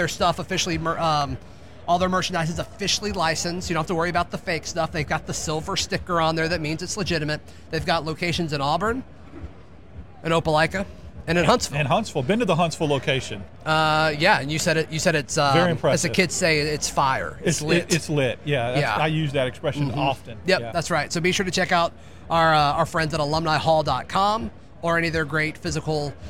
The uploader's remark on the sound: Recorded live from the Senior Bowl.